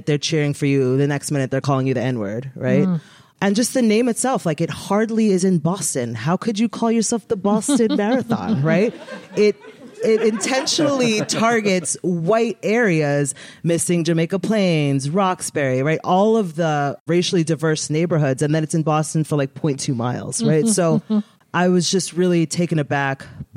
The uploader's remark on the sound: Recorded in front of an audience at GU Energy headquarters.